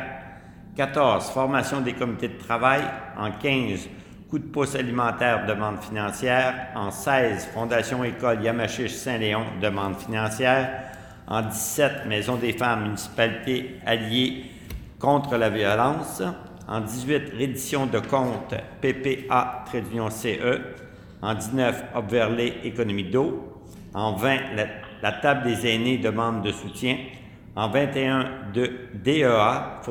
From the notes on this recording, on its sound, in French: Enregistrement de la séance du conseil municipal de Saint-Sévère